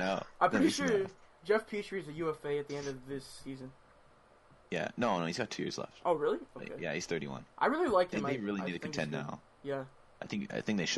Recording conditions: poor sound quality